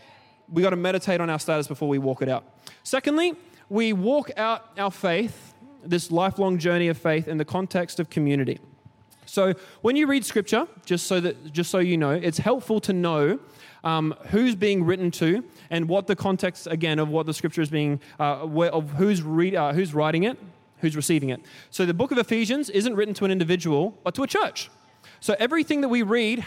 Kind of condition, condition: setting, large echoing room